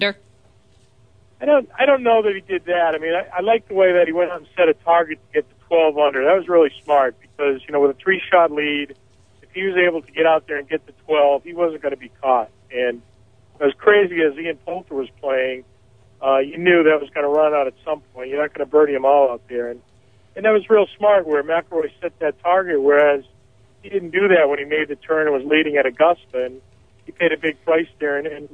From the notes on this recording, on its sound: are in the studio and are joined on the phone